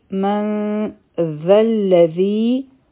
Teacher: ذال به دا لام سره یو ځای شي حمزة الوصل به نه وایو او ذی حرفی مد دی دوه حرکا به یې راکاږو مدی